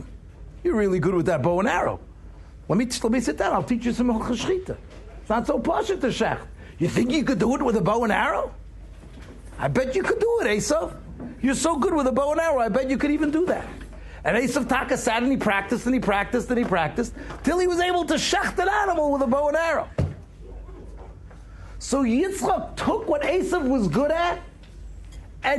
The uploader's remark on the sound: Shiur recorded in Yeshivas Ohr Reuven, Monsey, NY.